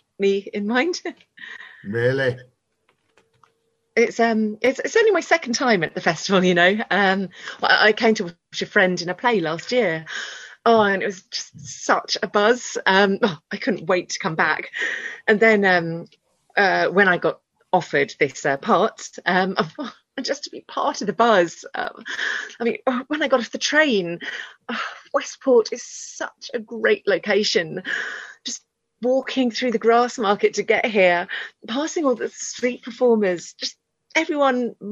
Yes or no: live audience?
no